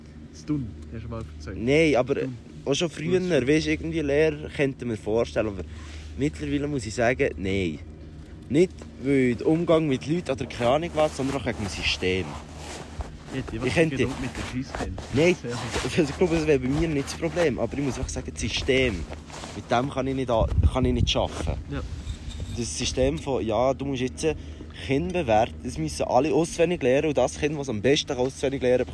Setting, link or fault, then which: setting, outdoors